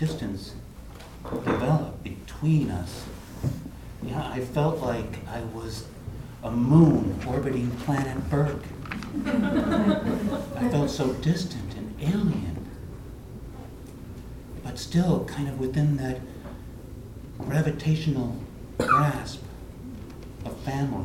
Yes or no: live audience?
yes